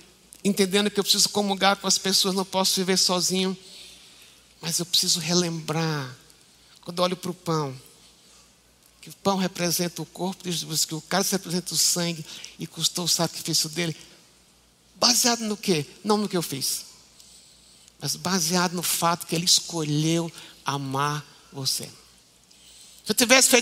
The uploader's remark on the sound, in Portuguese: Culto Ao Vivo